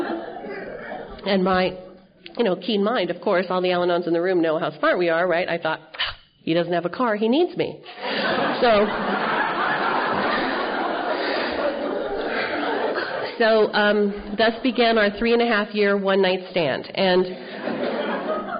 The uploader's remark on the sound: telling her story at the 30th Annual Crested Butte Mountain Conference held in July of 2013